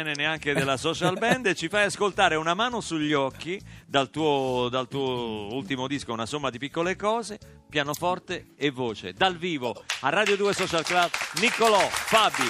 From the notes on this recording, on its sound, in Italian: Al telefono